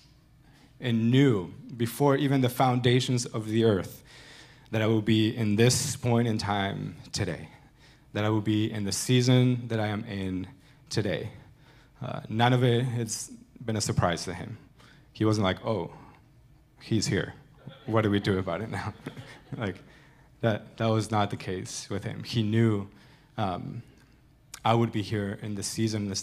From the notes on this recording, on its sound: Recorded Sunday evening service at Reunion Hawaii